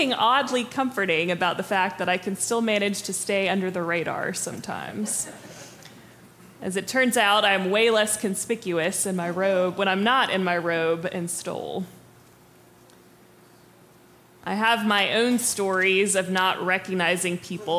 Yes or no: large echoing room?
yes